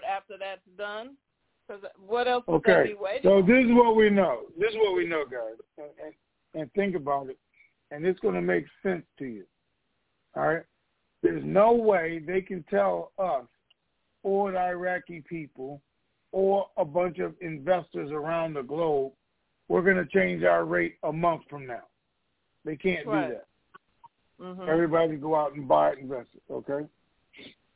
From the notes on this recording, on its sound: TNTSuperfantastic Conference Call